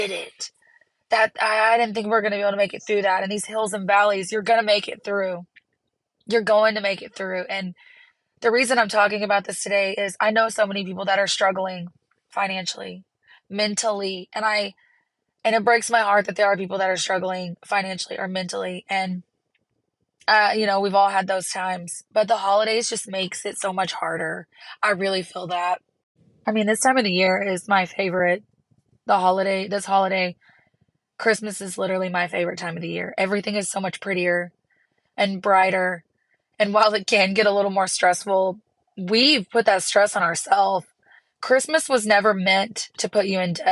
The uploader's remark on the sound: chats from the car loop